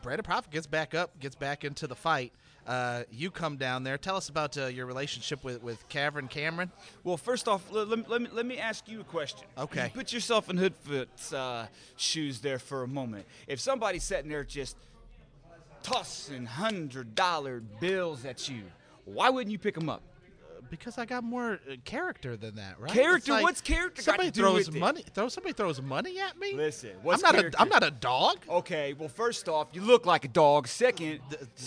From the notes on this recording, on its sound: WrestleARTS 11 Preshow Extravaganza at Sahara Grotto. Special pre-show episode recorded at the iconic Sahara Grotto.